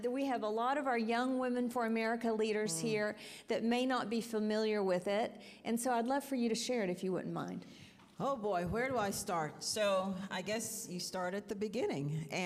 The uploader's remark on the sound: This special episode of Women for America was recorded at Concerned Women for America's recent Leadership Summit 2023.